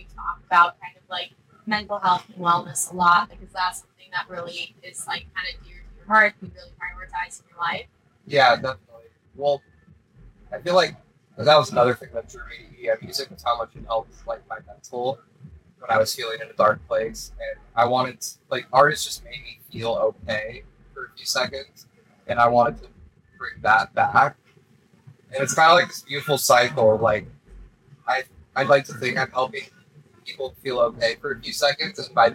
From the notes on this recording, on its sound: My hard drive failed shortly after this podcast was recorded. I've tried my absolute best to salvage these podcast files but unfortunately I had to take the sound from the camera recordings.